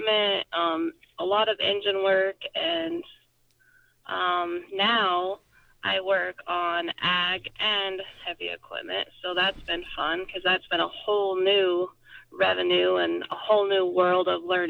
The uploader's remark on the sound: joined on the phone